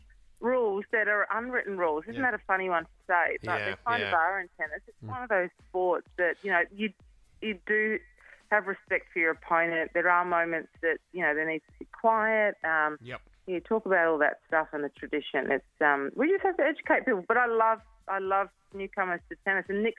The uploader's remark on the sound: on the phone this morning